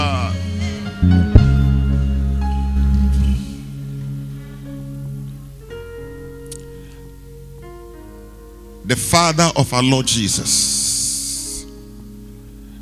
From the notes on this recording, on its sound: Preached at the Rose of Sharon Cathedral, Catch the Anointing Centre Denominations, LA - Accra